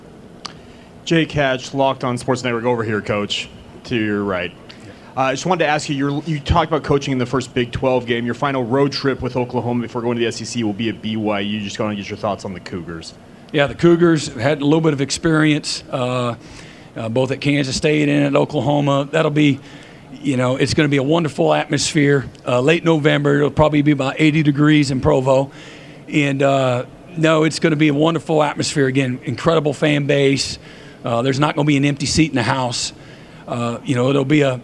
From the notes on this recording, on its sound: press conference at Big 12 Football Media Days